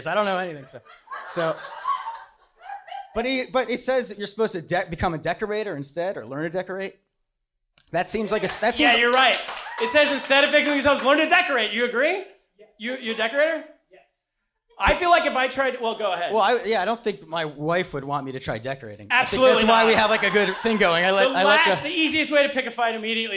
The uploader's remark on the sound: Live From Stand Up NY. Live comedy extravaganza.